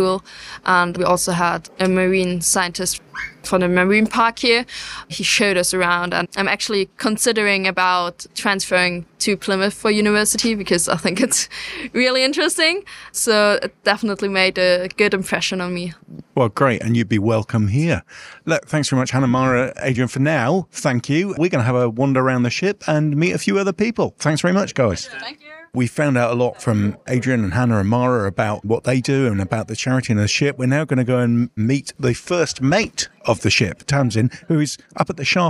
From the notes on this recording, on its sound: Tall Ship Moored at the Barbican, Plymouth. Out on location in this special episode recorded on board the tall ship, Pelican of London.